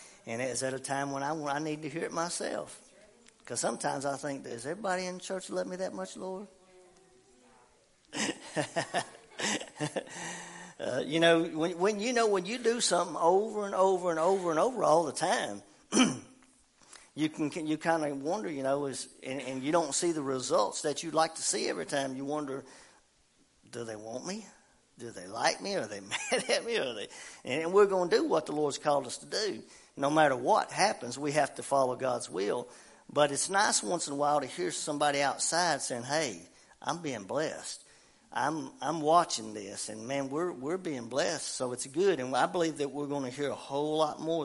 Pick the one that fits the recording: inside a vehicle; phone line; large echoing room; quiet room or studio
large echoing room